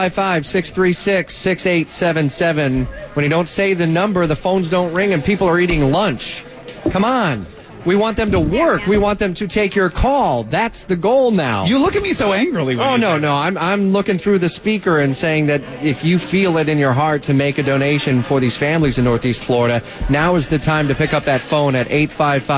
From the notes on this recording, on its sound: Live at the 4th Annual Care-A-Thon.